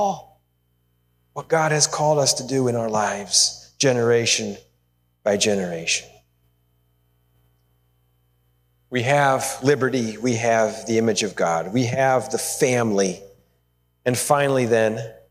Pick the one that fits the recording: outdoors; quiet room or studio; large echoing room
large echoing room